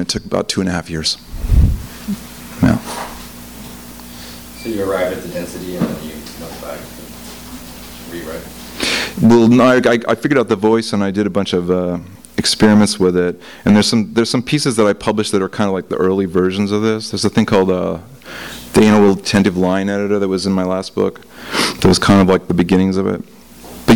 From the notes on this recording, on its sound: THIS EVENT WAS RECORDED LIVE AT SKYLIGHT BOOKS NOVEMBER 17, 2011.